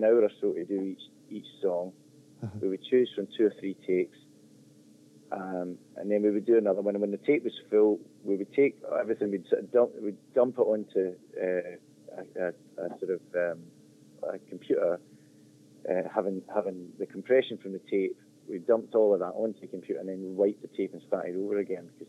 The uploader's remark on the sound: phone interview